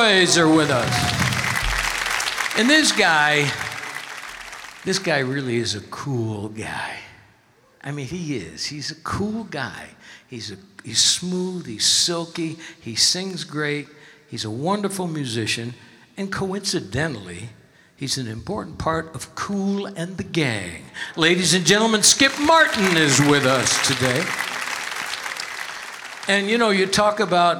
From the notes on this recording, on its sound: Live at the South Point Casino